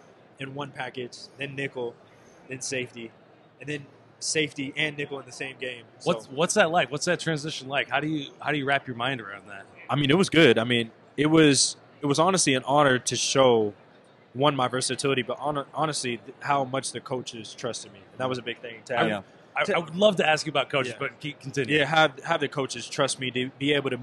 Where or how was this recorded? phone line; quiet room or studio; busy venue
busy venue